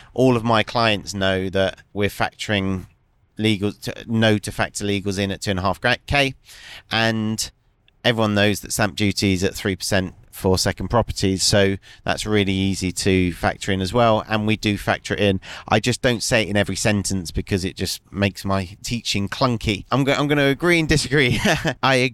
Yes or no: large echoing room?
no